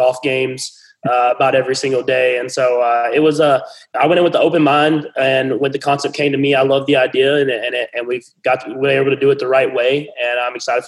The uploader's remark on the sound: zoom press conference